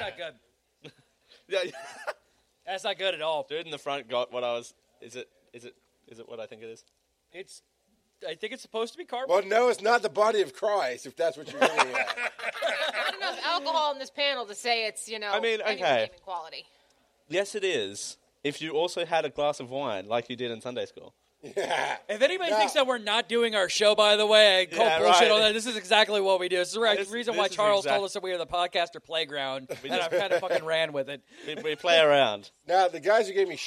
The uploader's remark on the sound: Live from Dragon Con 2017. Live on stage.